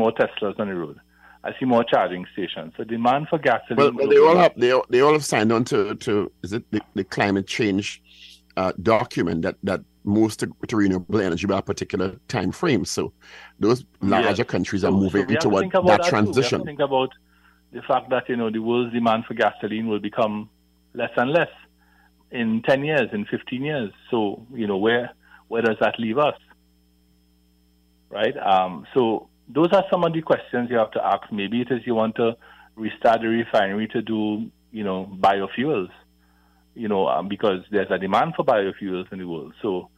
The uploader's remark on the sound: During this hour we take calls from our audience